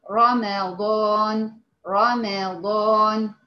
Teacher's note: الراء نفسها مفتوحة خلاص قولا واحدا دي مفخمة